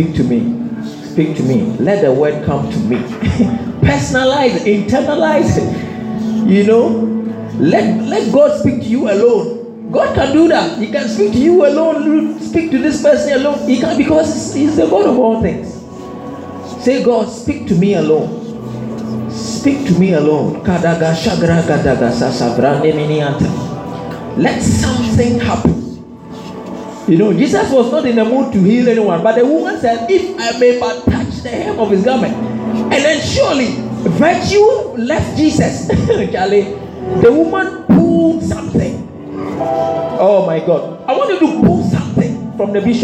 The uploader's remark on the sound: This message was preached at the July edition of the TOTS Service.